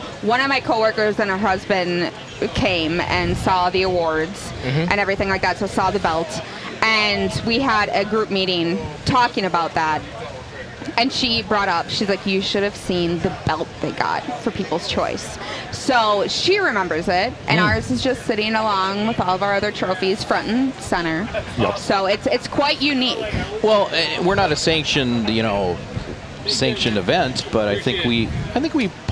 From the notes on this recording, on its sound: Recording fun and informative interviews at the MN State Fair! We were invited to the MN State Fair by our friends at Beisswenger's Hardware & Power Equipment.